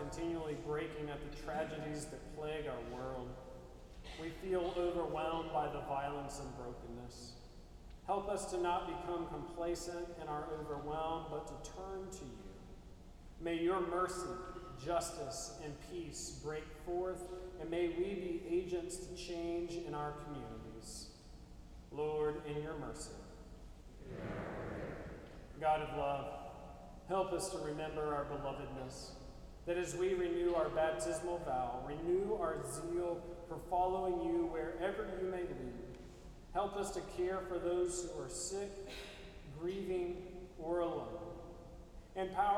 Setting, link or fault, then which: setting, large echoing room